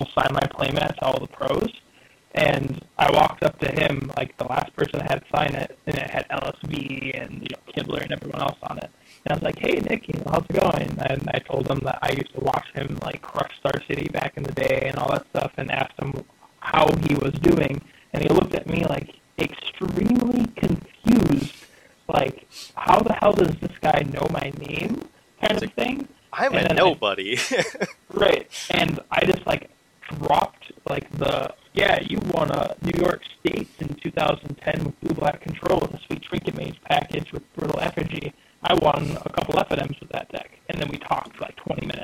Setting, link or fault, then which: fault, poor sound quality